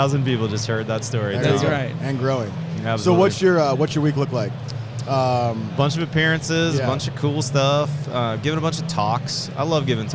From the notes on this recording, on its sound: This week on The Building Code we are LIVE from Las Vegas at the International Builders’ Show!